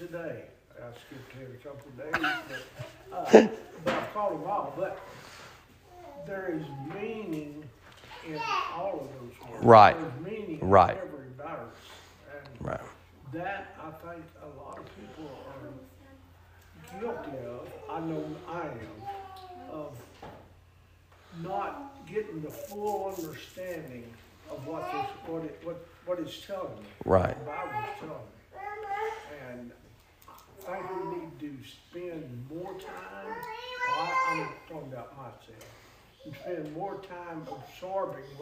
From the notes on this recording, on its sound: Sermon preached at Mid County Baptist Church